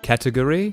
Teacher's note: category, the first one is the different one because it's where the stress falls on the first syllable